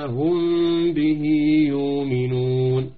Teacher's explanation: مخرج الميم والباء من الشفتين فلذلك سمي بالإخفاء الشفوي